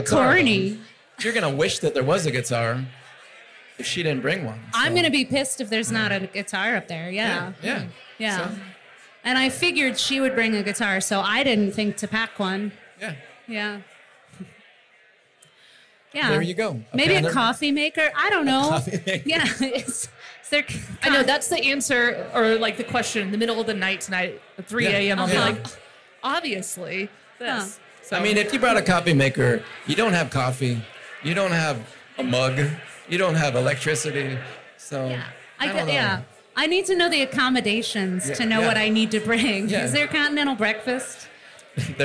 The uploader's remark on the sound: Recorded live at Number Thirty Eight in Denver.